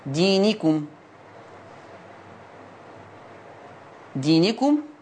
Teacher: فيها صلة الميم بمقدار الإشباع 6 حركات